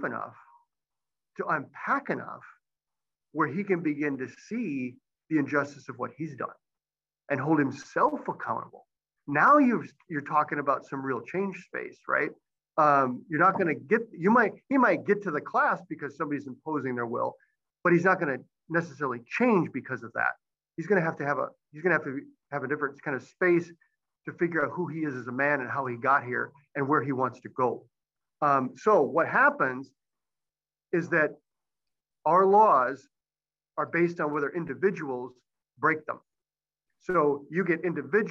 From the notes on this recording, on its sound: Recorded live via Zoom